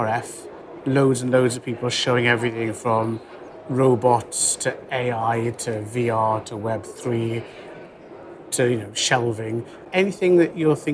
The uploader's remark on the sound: Recorded in New York at NRF 2023. Hunkemöller at NRF 2023. During an exceptionally busy NRF 2023 in January in New York.